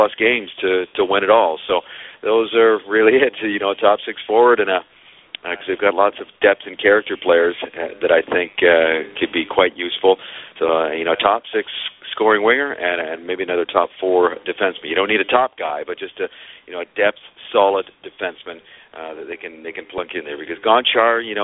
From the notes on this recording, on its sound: we take your phone calls